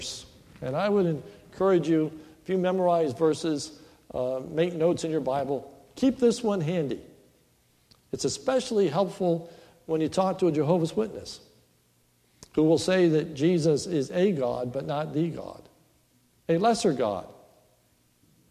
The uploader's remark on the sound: This is a sermon recorded at Lebanon Bible Fellowship Church in Lebanon , PA on 12/06/2015 during the morning service